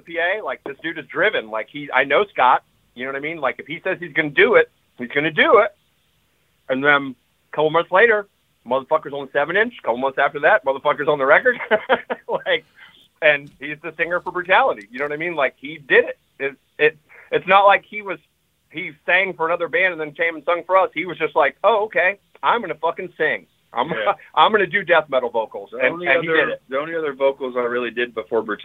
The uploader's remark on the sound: call into the hole!